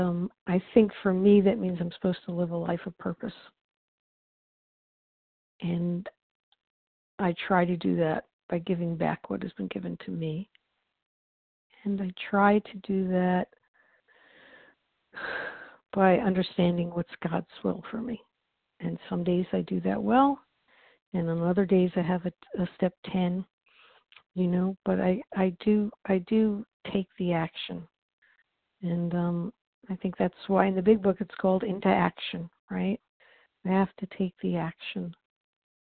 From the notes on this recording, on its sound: 100 Pounders Phone Meeting